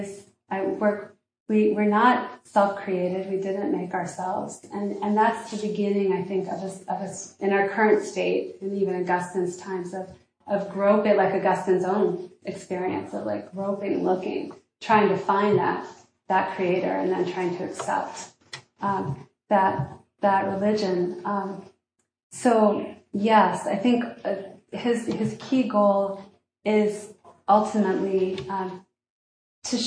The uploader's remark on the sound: This lecture was given at Harvard University on February 23, 2023.